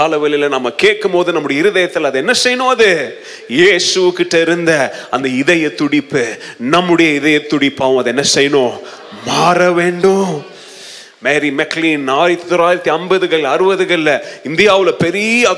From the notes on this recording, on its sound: Mission Sunday Second Service Sermon Live